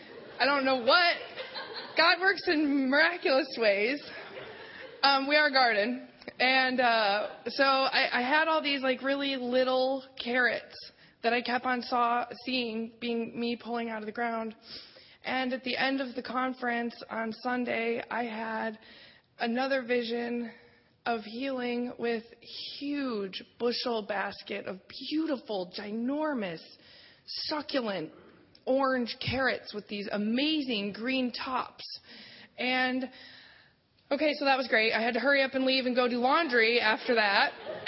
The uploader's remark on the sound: Session 2 from the Empowered Conference 2013 in Long Beach, CA